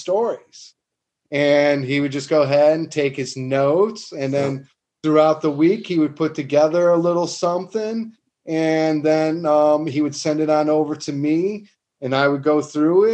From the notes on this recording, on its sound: Listener Zoom call. Today’s guest on this fan Zoom call.